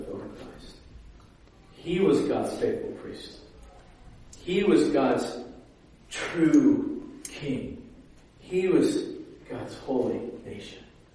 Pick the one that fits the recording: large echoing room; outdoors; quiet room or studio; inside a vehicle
large echoing room